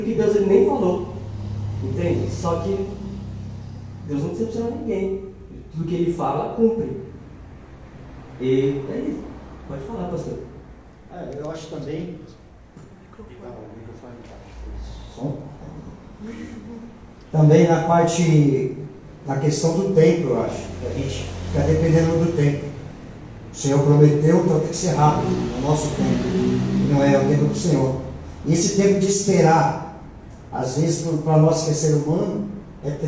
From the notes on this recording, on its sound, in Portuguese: Programa gravado no dia 06/01/2024 na Igreja Desfrutar do Amor de Deus em São Paulo.